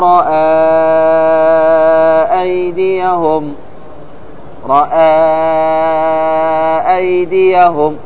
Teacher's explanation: ولهذا قال يلغى العمل بمد البدل ويعمى بأقوى السببين، فلا يجوز القصر على حركتين عند حفص من الشاطبية، وإنما يمد 4 أو 5 حركات في الوصل · Term: مد جائز منفصل